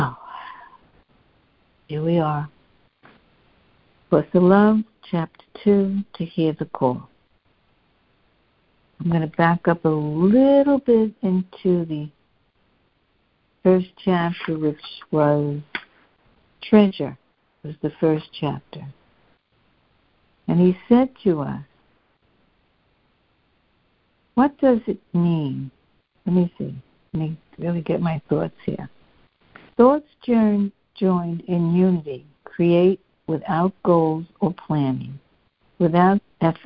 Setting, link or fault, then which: link, phone line